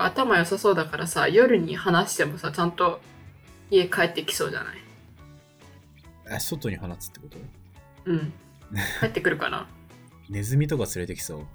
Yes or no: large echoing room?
no